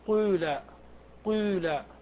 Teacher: يقولون إذا أردت أن تبني قال للمجهول، يقولون تجعل فمك كأنك تريد أن تنطق بالواو أو بالضمة، ولكن تنطق ياء، فتجتمع عندك الضمة والكسرة فتقول قيل قيل، ليست قيل ولا قولا، وإنما هي قيل قيل الحق. · Term: الإشمام